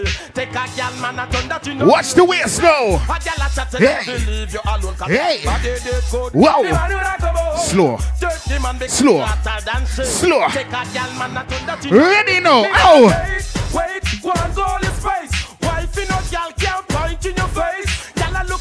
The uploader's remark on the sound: Bridal shower White Affair live audio